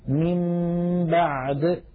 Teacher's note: الأمر بمنتهى البساطة، إن جاءنا نون ليس عليها حركة وفوقها ميم صغيرة، بدل أن ننطقها نون ننطقها ميم مع تطويل الغنة · Term: القلب